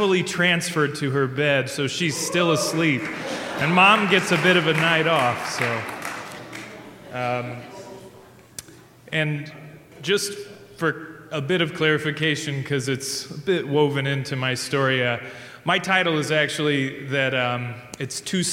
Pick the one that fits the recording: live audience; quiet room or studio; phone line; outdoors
live audience